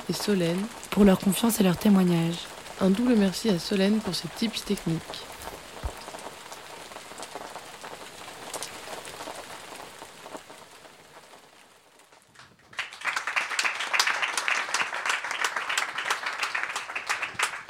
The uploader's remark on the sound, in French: Jet fm 91.2. Une émission en public à l'occasion du Des-Orientations féministes festival.